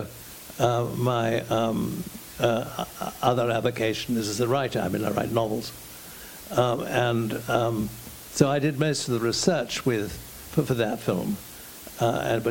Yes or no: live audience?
yes